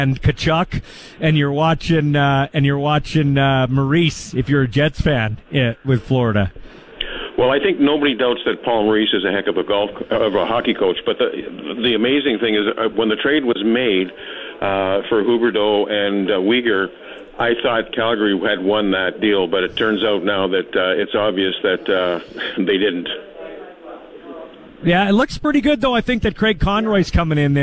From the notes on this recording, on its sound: LIVE in Saskatoon for #Riders Training Camp